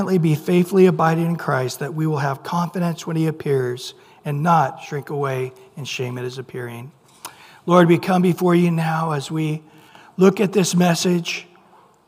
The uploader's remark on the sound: Recorded at Calvary Chapel of Los Alamitos on April 18 2023 on Sunday Morning Sermon.